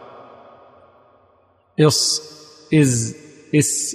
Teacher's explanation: والفرق بين هذه الأحرف الثلاثة كذلك محض صفات، لا يوجد فرق في المخرج بين هذه الحروف